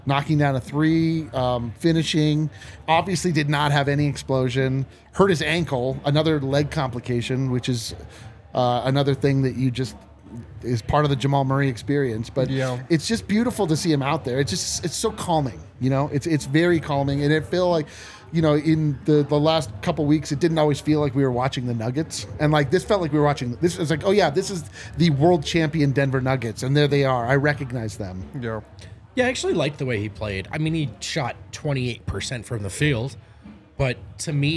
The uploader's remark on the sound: come to you LIVE from the DNVR bar